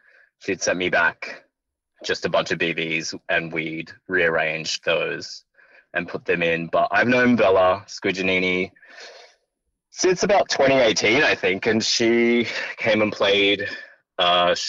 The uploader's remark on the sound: over the phone